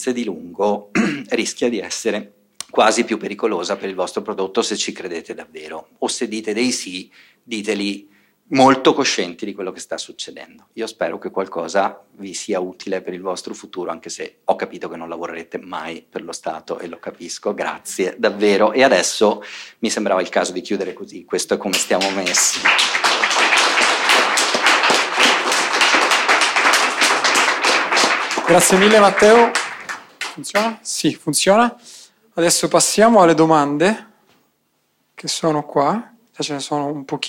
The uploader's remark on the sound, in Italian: In questo podcast trovi l'audio del meetup di Bologna che si è svolto il 14 dicembre nella sede di Musixmatch